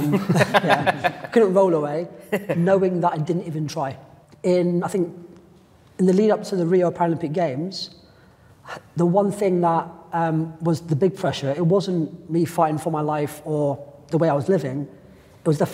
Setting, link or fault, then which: setting, live audience